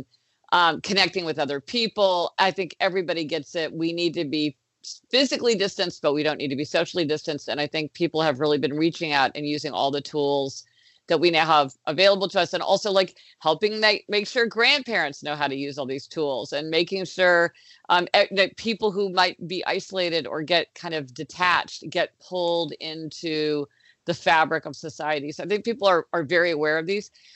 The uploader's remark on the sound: connected over Skype